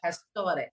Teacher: Pastore. You got to roll the R. Pastore. Yes.